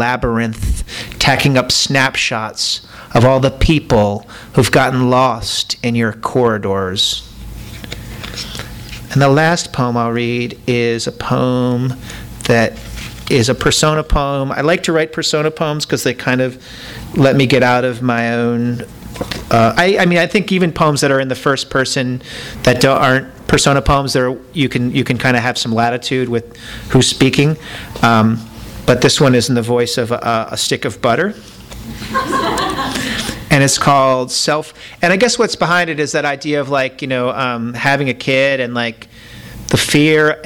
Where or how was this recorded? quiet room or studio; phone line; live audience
live audience